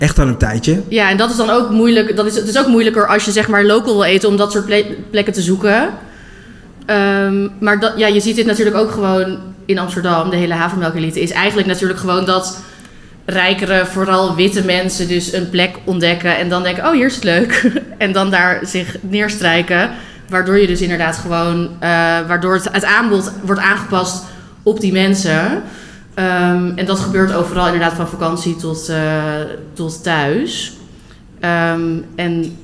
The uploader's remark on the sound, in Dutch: Live vanuit de Havermelkelite Food Night in het Scheepvaartmuseum in Amsterdam